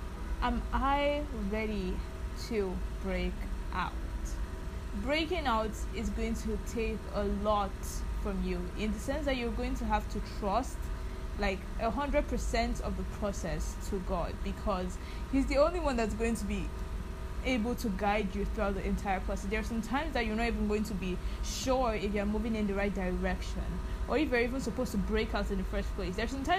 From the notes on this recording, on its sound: Also, kindly overlook the background noise, I’m back in Lagos and that means less quiet.